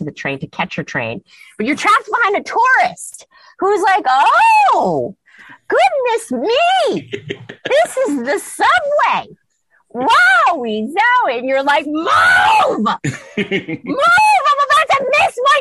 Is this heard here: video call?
yes